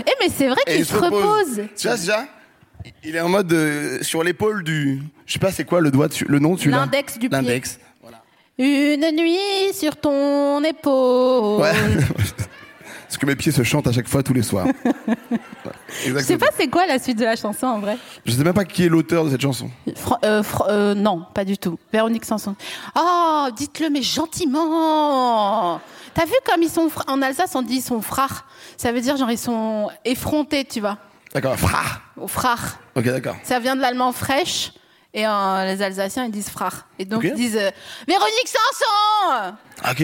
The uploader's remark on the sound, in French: enregistré en mai 2022 à la Scala Paris